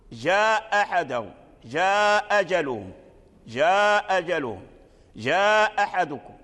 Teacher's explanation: الناظم رحمه الله ذكر لنا هذا، يعني من ذكر لنا الهمز يعني المد الذي وقع بعده همز مغير أي سببه تغير، فلما تغير سببه بعضهم أسقط الهمز كأن الهمز غير موجود فقرأ بالمد الطبيعي